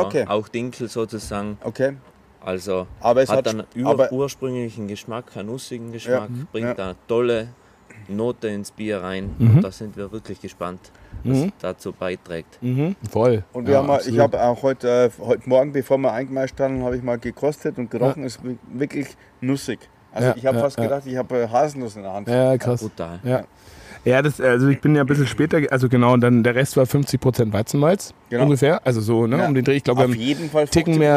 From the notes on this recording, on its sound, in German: Dieser Podcast wurde draußen aufgenommen und selbstverständlich kommt es zu dem ein oder anderen Nebengeräusch, aber alles vertretbar.